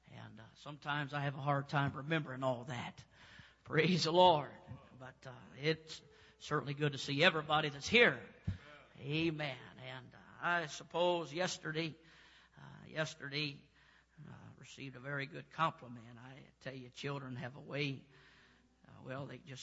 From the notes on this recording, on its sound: preaches at Life Tabernacle Church, Baton Rouge, LA